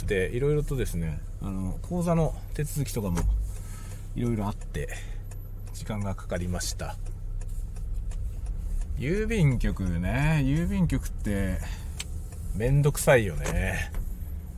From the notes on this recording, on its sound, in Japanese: M3 MicTrakでドライブ収録のテスト。M3 MicTrakでのドライブ雑談をテストしようとしたら電池切れによりいろんなことになった回。使用マイク：ZOOM M3 MicTrak、Marantz MPM-1000 使用オーディオI/F：Focusrite 8i6 Gen3。